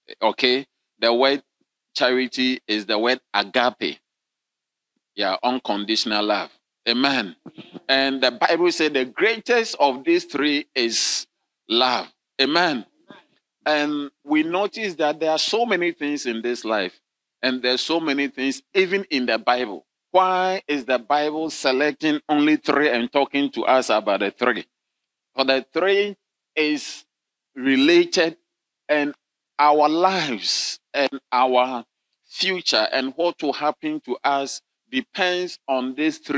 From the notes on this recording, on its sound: Sermon delivered on Sunday, June 25, 2023, at LCI Mega-Church in Cape Town, South Africa.